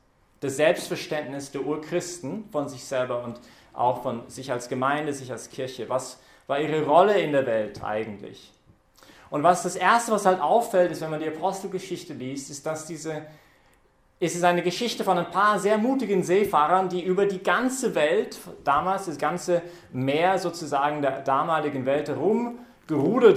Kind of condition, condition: setting, large echoing room